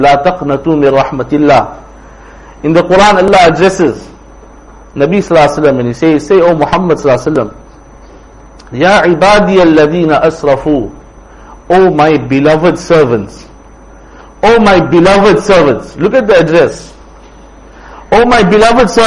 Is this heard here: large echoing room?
yes